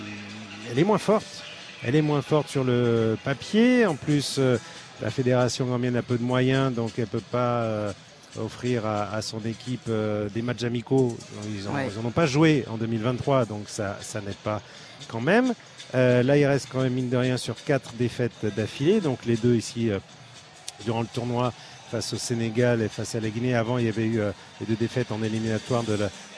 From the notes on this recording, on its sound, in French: en direct du Stade Bouaké